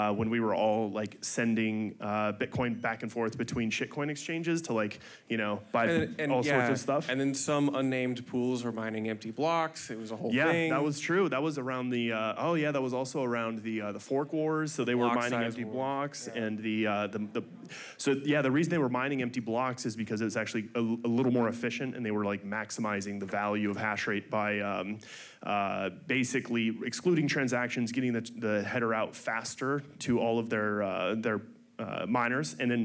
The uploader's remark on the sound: Mining Fireside Chat. Recorded Live in Miami Beach at the Ordinals 2023 Conference.